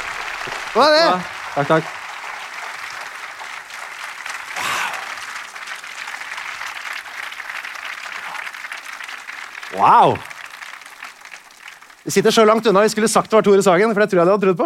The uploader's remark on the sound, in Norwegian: LIVE fra Akershus festning. Gikk liveshowet 198 Land: Norge spesial av stabelen på Akershus festning i Oslo.